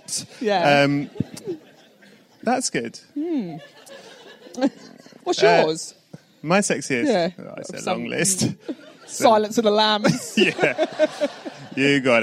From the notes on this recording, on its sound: This one was recorded LIVE on location at the BFI, at the Southbank in London - were you there?